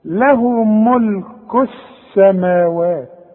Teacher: بتتحول اللام الى نفس الحرف الذي يليها بتتحول لسين · Term: اللام الشمسية